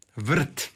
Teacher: Dakle, mi kad kažemo vrt, onda je tu taj E je onaj koji nosi zapravo slog, ali kako je on vezan uz izgovor glasa R, onda kažemo da je R slogotvorno